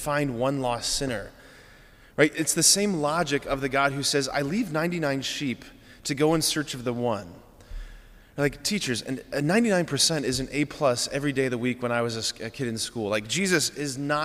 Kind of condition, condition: setting, large echoing room